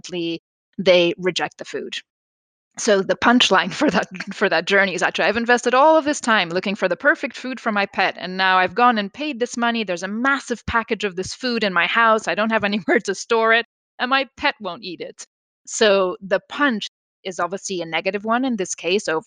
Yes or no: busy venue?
no